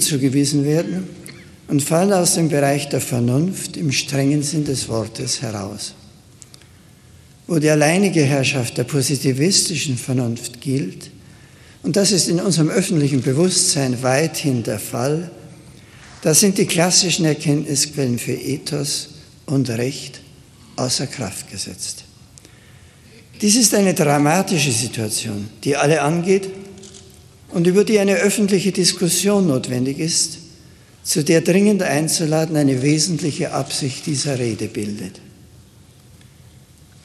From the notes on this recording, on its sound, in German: Mitschnitt des Rede vom 22.9.2011 im deutschen Bundestag.